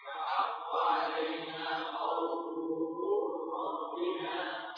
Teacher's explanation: قول راء، ما بقي لام. صوت واحد.